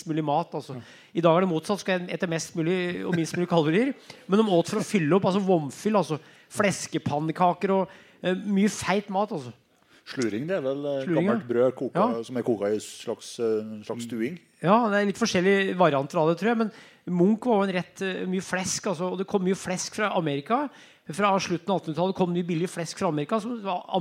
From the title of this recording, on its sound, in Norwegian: Live fra Løten